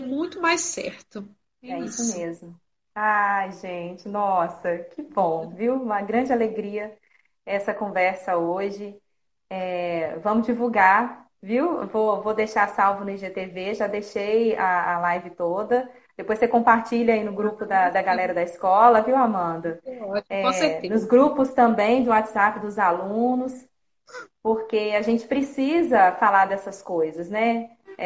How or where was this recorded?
video call